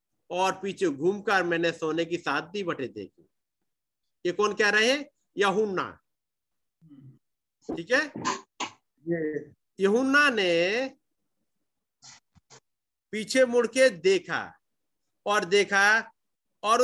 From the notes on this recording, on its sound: Zoom Meeting